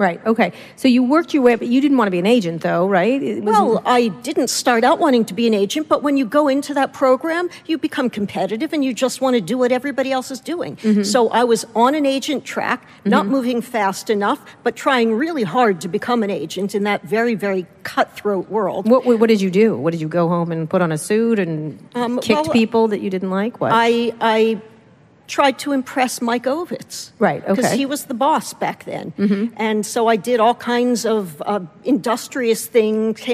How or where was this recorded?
busy venue